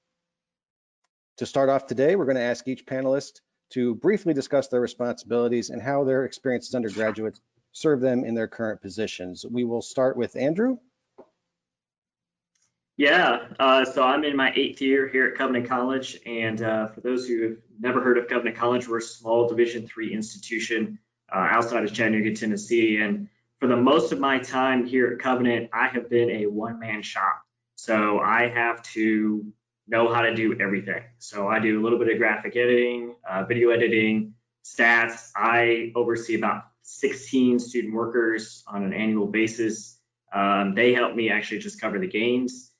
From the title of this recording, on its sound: Capital One Webinar Audio